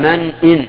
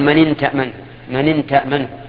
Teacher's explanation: هنا يجب الإظهار لأن همزة همزة قطع · Shown in: first take · فيقال من إن، خلافا لما يصدر من بعض الناس حتى من أئمة المساجد فيقول من إن تأمنه، من إن تأمنه، هذا خطأ، لأنه إذا قال من إن تأمنه جعل الهمزة همزة وصل، وهي همزة قطع لأنها إن الشرطية.